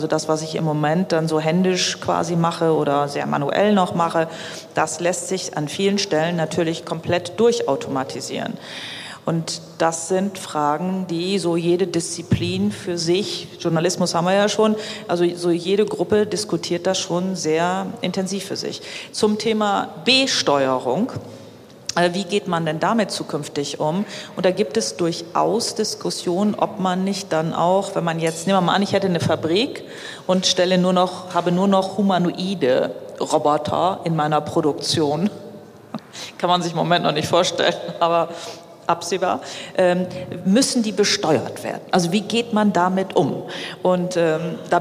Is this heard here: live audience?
yes